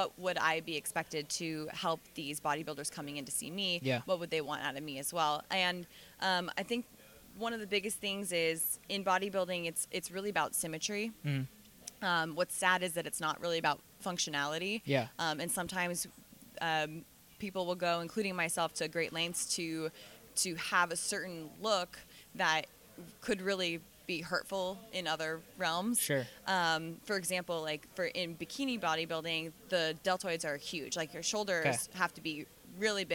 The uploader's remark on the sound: On the first interview from SSPT Live.